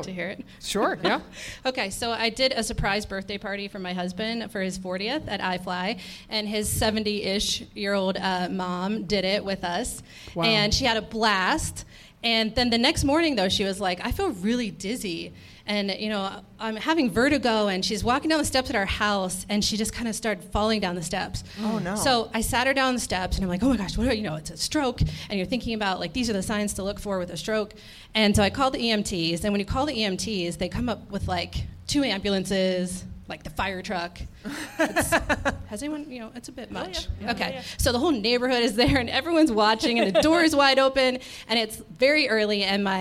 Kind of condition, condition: setting, live audience